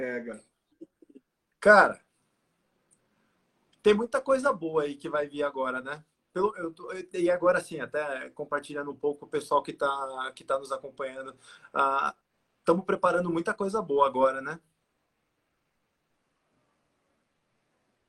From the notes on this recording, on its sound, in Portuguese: transmitida através de Live no nosso Instagram